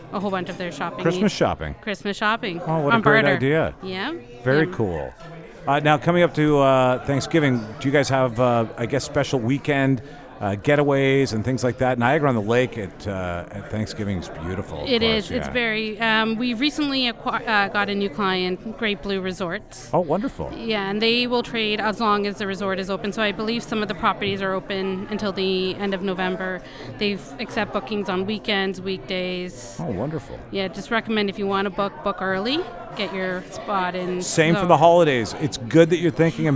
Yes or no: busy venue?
yes